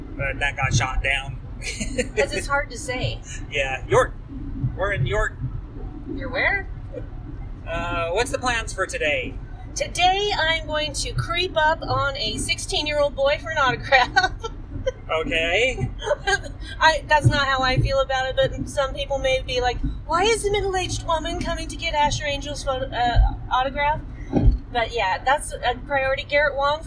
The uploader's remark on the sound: FanX 2019 Spring Report. That is, we visit celebrity row. Also, we visit vendor and artist booths on the convention floor. Furthermore, we attend a number of panels.